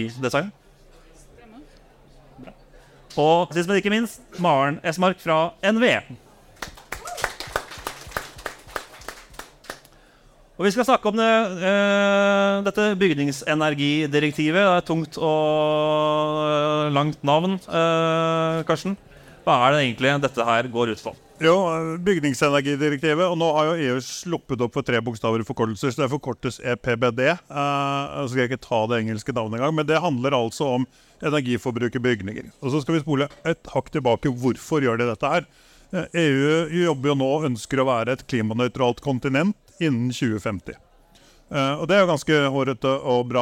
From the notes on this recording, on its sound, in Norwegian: Vi tok praten live fra Arendalsuka